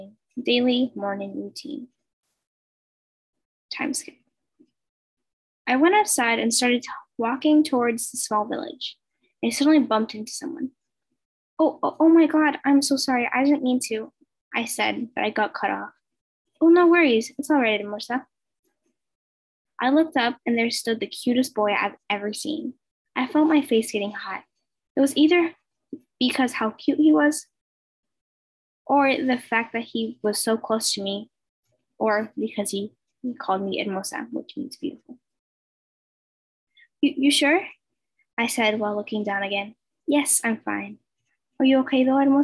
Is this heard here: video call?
yes